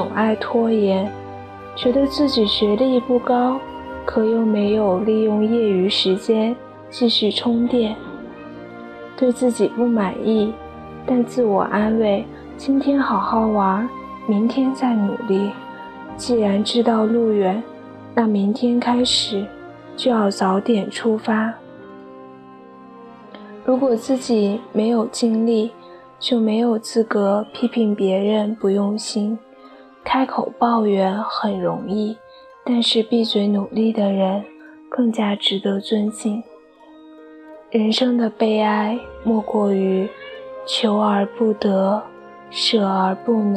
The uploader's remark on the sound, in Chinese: 杂音太大，望见谅